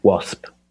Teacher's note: That used to be wops. So that the s and the p sound swapped around.